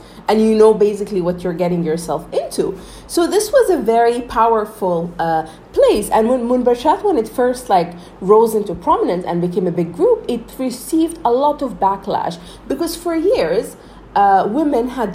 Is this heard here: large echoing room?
no